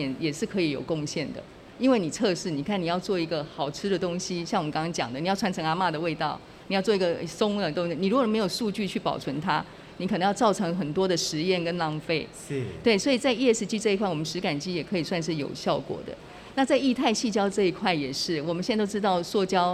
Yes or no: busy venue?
yes